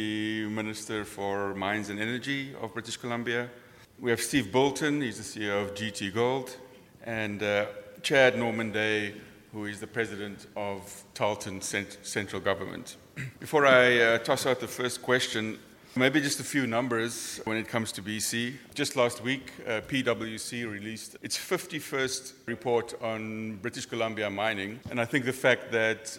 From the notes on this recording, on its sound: This episode features the provincial mining panel discussion from The Northern Miner’s annual Canadian Mining Symposium held at Canada House in London, U.K.